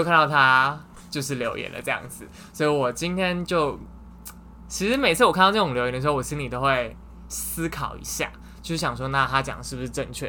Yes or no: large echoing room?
no